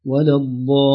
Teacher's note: المد في الضاد طويل واللام ليس اللسان معلق فيها زمن طويل